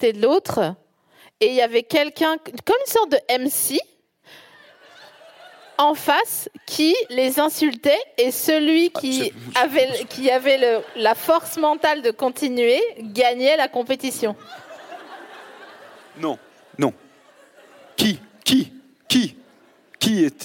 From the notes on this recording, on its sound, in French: Produit par Binge Audio. Enregistré le 10 octobre 2022 à la Scala Paris.